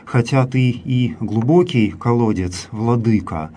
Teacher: Вот если аще и переводим как хотя и, то в этом случае логическое ударение в этой фразе падает на слово глубокий